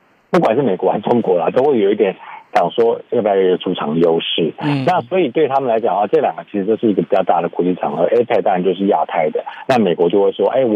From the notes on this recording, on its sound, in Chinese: 美國之音每月連線。連線美國之音白宮記者。